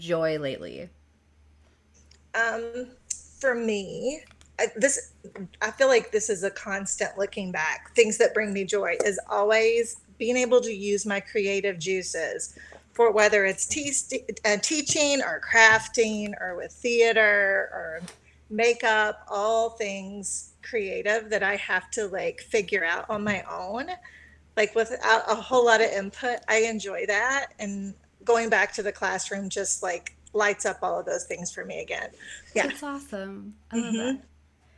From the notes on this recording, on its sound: This episode was recorded remotely, so some sound distortion is to be expected.